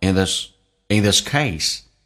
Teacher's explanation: in this 用降调读，速度很快